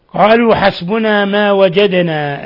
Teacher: الدال ساكنة فتقلقل لأنها من حروف قطب جد